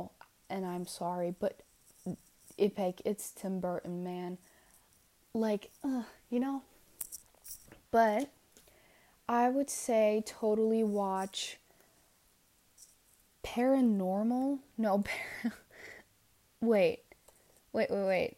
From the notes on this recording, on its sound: my hair keeps hitting the mic and makes a weird noise so i'm really really sorry about that